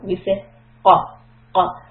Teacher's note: If you say qa, you will feel that the back of the throat is being hit by the back part of your tongue. The back part of your tongue rises and meets the soft palate on the roof of your mouth. · Term: qaf